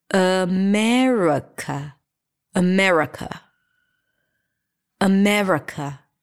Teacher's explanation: we don't pronounce any of those vowels because all of them are reduced to a schwa